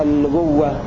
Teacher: في لفظ النبوة أبدلوها واو مشددة